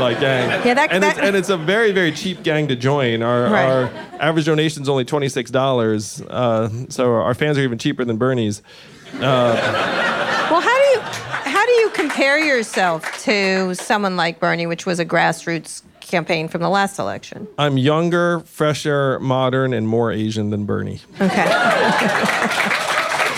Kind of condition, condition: setting, busy venue